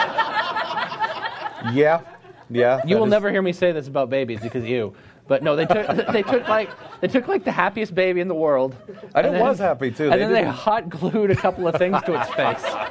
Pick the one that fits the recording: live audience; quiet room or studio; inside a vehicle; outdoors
live audience